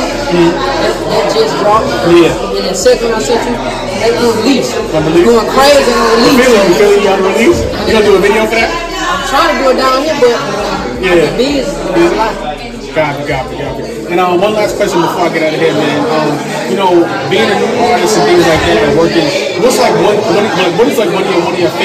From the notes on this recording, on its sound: live at the Hood Media NYC’s Media Day Mayhem